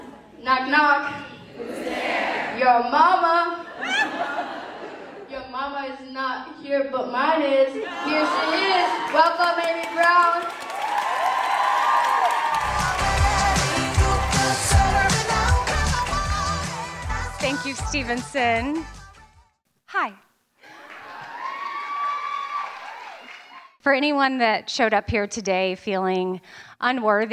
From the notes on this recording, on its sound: LIVE from Nashville. The LIVE shows from Nashville were truly so special & being in person was such an amazing energy.